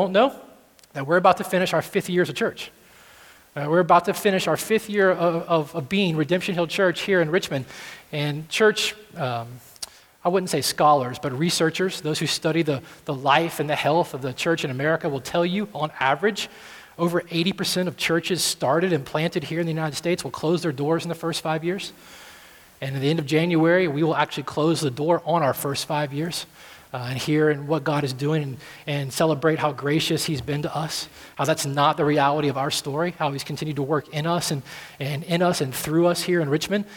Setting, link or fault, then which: setting, large echoing room